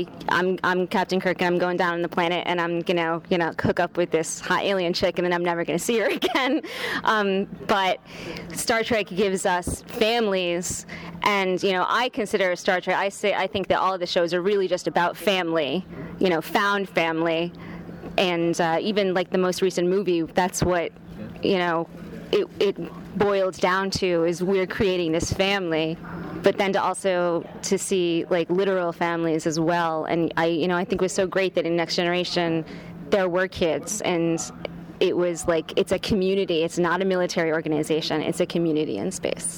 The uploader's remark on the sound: on the convention floor